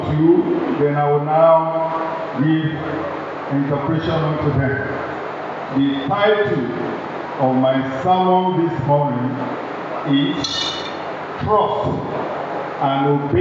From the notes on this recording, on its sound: Recording of Sunday sermon.